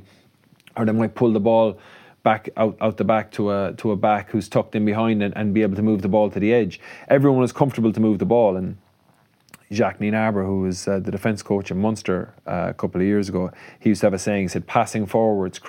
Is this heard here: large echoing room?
no